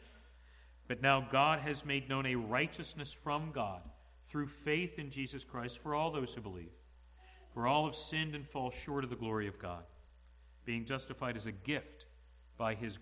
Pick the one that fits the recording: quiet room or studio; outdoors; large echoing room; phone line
large echoing room